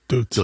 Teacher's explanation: das T wird bei uns zu D, denn die Tüte ist bei uns die Dutz.